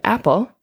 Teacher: So if you put your fingers in front of your mouth and say the word apple, you'll notice that you don't feel that puff of air coming out · Term: aspirate